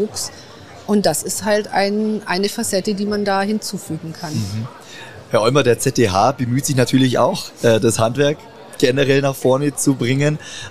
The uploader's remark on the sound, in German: Das Interview wurde im Rahmen des Live-Events Zukunft Handwerk aufgezeichnet.